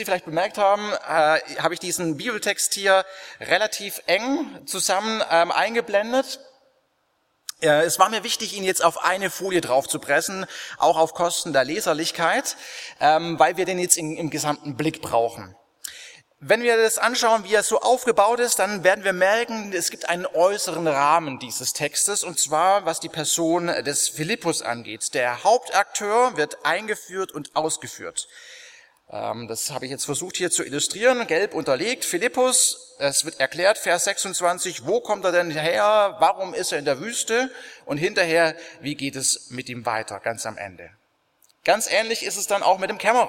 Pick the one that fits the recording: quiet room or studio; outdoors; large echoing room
large echoing room